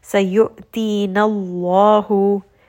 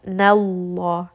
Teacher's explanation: And then quickly go to the heavy lam, nallah. So make sure that noon is light and then lam is heavy.